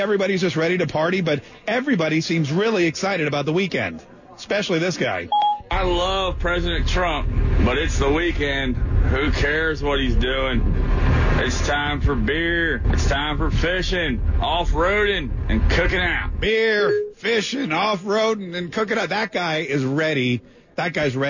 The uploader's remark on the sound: LIVE at the Video Marketing World convention in Dallas TX, and taking your calls.